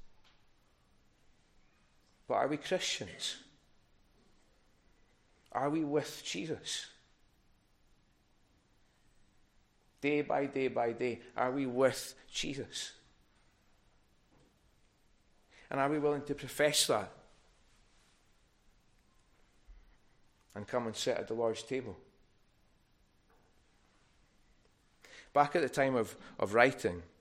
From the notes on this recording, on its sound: recorded at North Harris Free Church on the morning of Sunday, 3rd March 2024